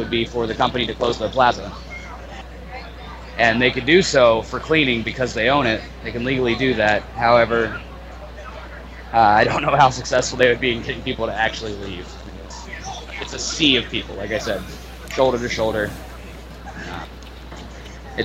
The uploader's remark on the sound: Live from Occupy Wall St. Zuccotti Park.